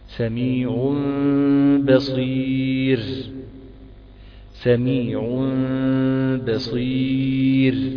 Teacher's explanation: الخطوة الأولى الميم، النون دي هتقلبها ميم كاملة، بعد كده الميم دي هتخفيها في الباء · Term: الإقلاب